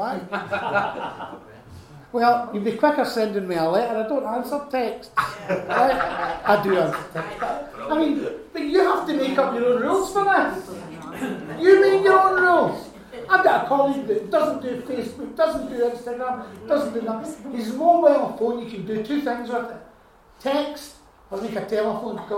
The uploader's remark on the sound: Recorded at our second Resilient retreat at the beginning of 2024.